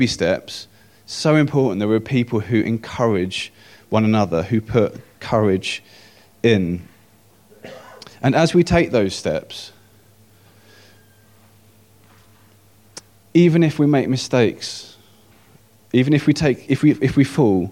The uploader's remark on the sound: At King's Church, Cockermouth, as an audio file.